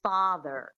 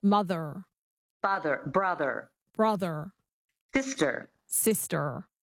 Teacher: the standard American accent, one of the defining features is definitely the rhotic R